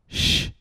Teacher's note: The major difference is that our tongue tip is further back, slightly lower, and less tense than s. You want to create a large air hole so that it has a deep, warm sound. · Term: American sh